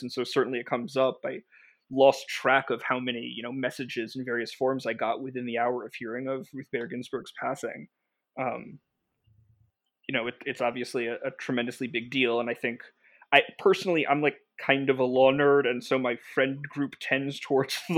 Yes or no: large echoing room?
no